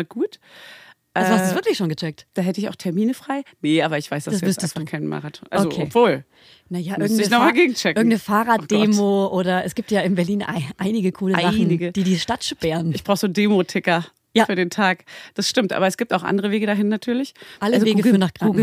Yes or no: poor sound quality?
no